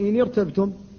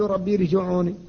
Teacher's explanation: الكسرة العارضة منفصلة لأنها في كلمة أخرى وهي إن، فتفخم الراء في هذا الموضع · Shown in: first take